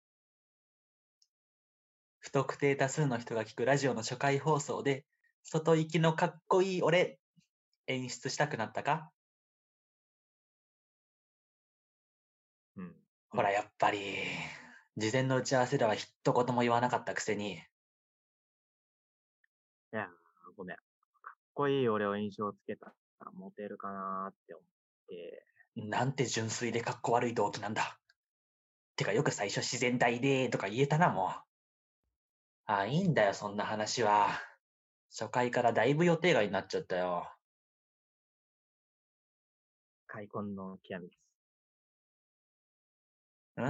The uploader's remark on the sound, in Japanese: 手作り感満載で音質悪かったり声小さかったりしてますが